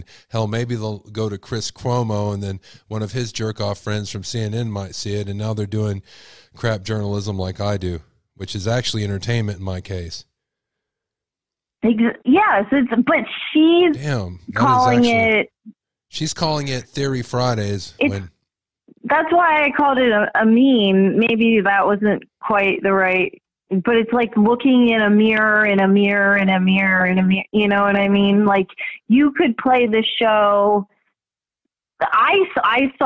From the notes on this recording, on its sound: Idaho 4 Murders Call in Show.